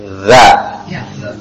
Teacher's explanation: za itu lidahnya bukan di belakang gigi, bukan za, bukan juga dengan langit-langit za, tapi dia dengan ujung gigi yang atas za